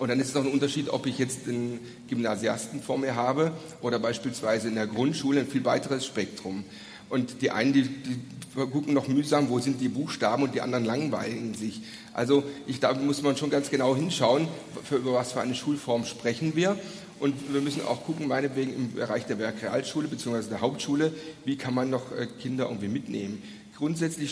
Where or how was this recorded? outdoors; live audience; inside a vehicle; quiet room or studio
live audience